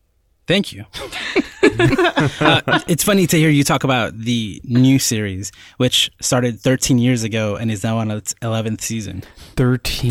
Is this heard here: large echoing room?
no